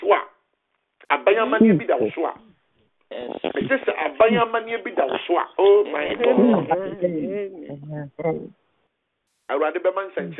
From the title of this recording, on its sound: Conference Call